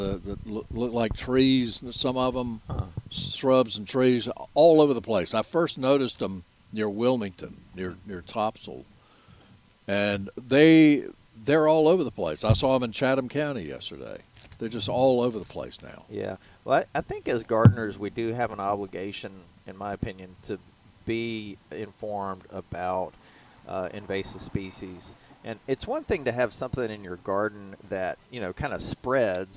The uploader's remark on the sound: broadcasting live from Campbell Road Nursery